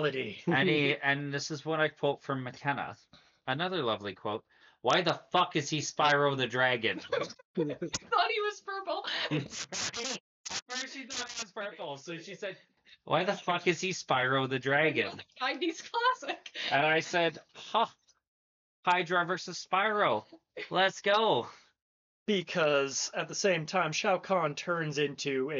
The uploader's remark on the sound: I apologize for the audio quality we were testing out some new settings